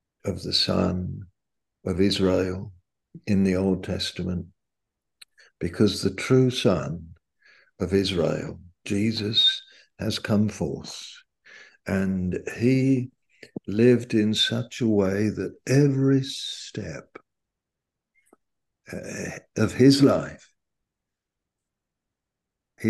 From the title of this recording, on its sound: Malaysia Meets (Zoom)